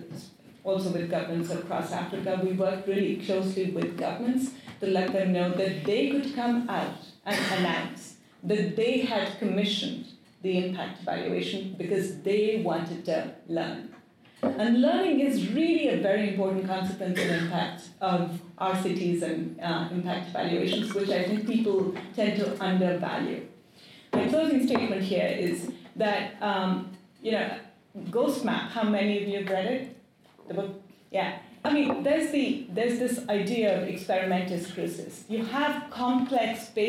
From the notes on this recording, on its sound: Australasian AID Conference, ANU. A Keynote panel at the Australasian AID Conference 2020. Barton Theatre.